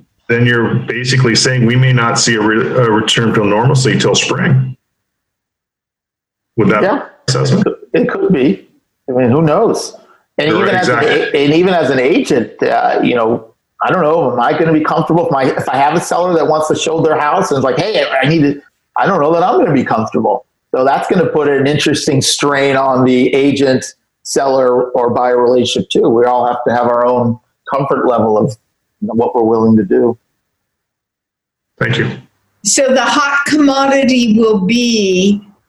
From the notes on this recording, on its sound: Hosts a zoom call. On this Zoom call. Who contribute their opinions in an open forum towards the end of the call.